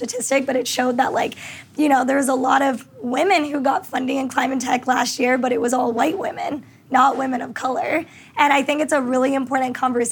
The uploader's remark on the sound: This special episode features a moderated conversation between four sustainability leaders, recorded live from Climate Week NYC.